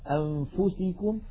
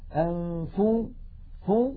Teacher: فلما نقول فو لا أنفسكم لا يخرج مع هذه الفاء غنة، يعني لا نقول أنفو فو عندما ننطق الفاء لا ننطق معها غنة، بل تبقى الغنة محصورة في الحرف الأول وهو النون · Shown in: first take · Term: إخفاء النون